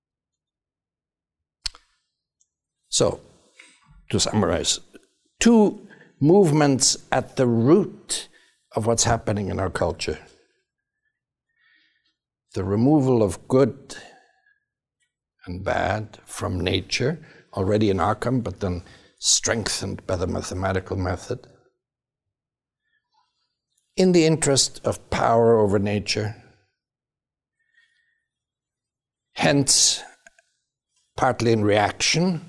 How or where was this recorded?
live audience